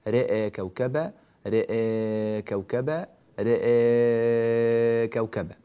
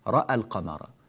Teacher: بعدها كلمة القمر، فهناك سكون في هذه اللام، لذلك اختلف الحكم. فكلمة رأى تقلل الراء فيها والهمزة · Shown in: first take